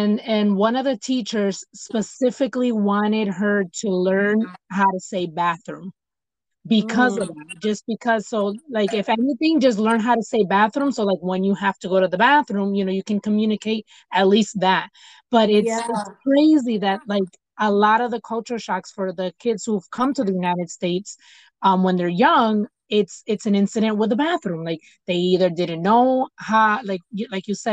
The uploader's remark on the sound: The connection wasn’t the greatest when we were recording.